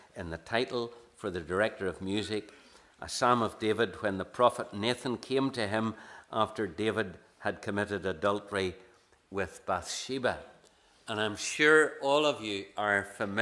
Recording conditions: large echoing room